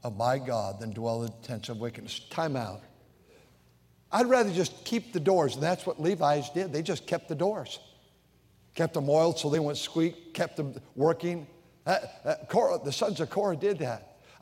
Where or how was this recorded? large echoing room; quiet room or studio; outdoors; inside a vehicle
large echoing room